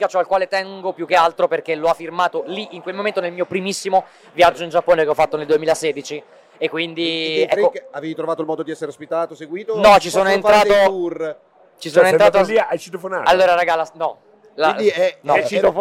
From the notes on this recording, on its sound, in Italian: Milan Games Week 2022 DAY 3. In diretta dal Milan Games Week 2022.